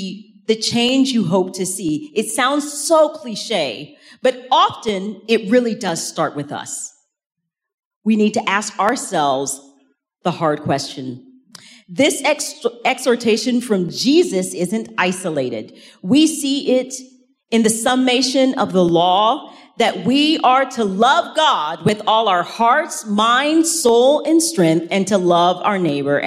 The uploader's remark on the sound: In this second main talk from the Rooted 2023 conference in Franklin, Tennessee.